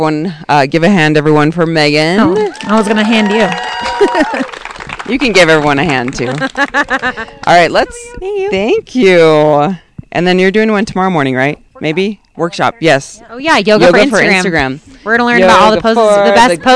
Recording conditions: outdoors